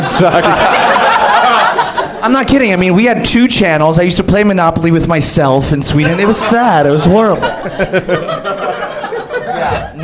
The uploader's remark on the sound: Live from the Nerdmelt Theater at Meltdown Comics in L.A.